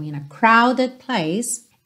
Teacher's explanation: crowded enrola o R porque ele tá antes de uma vogal